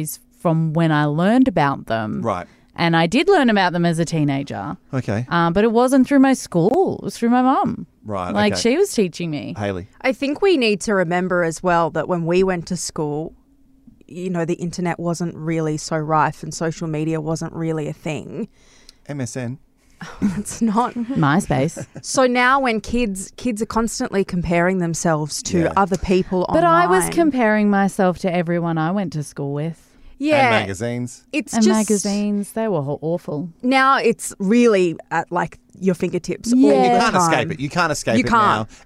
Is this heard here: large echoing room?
no